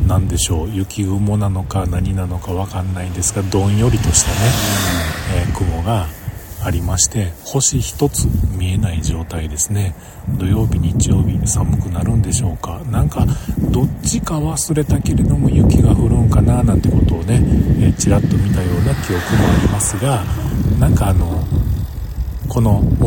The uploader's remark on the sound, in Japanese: 風吹く夕方。バイクを停め、その場で収録。